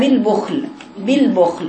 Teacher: تفخيم الخاء بدون إطباق، الخاء الساكنة اعطاها درجة سكونها